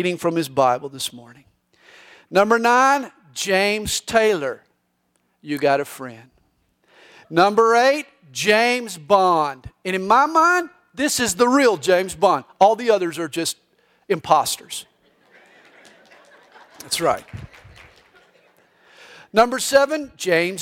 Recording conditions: live audience